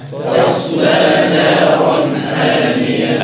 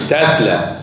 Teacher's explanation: الصاد مفخمة مستعلاة جاية بين حرفين مرققين · Shown in: first take